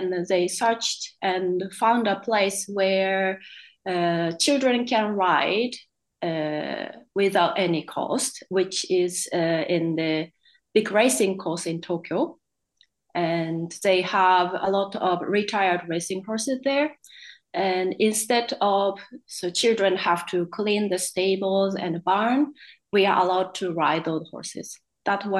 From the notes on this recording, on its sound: Today a podcast via a ZOOM Call